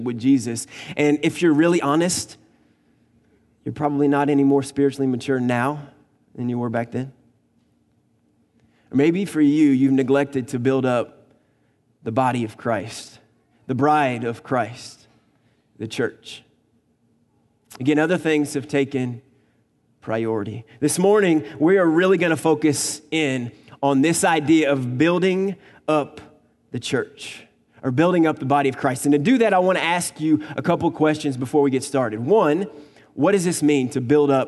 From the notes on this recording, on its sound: Recorded on August 25, 2019 at Graceland Baptist Church in New Albany, Indiana.